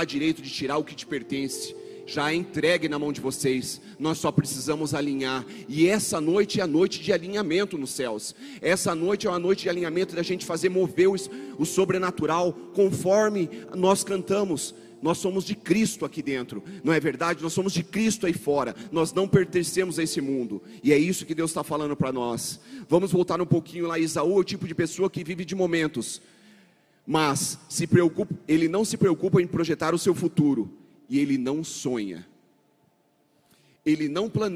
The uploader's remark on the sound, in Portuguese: Mensagem ministradas na Comunidade Cristã Tabernáculo de Davi em Curitiba